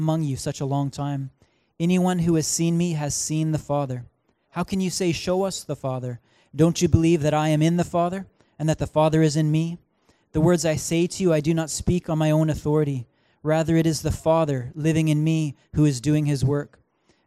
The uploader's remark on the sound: Recorded on August 4, 2019 at THRIVE Church Vancouver, Canada.